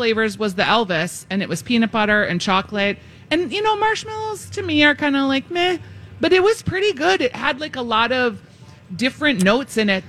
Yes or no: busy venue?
yes